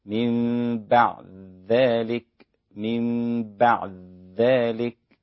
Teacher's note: في حاجة بس هنقولها في الإدغام الكبير للإمام السوسي في قوله تبارك وتعالى من بعد ذلك فأدغم السوسي الدال في الذال في كلمة بعد ذلك